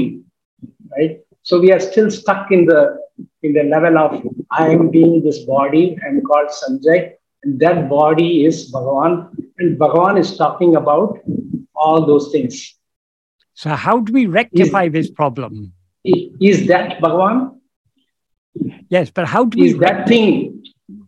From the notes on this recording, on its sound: In a Zoom meeting with Sri Ramana Center, Houston.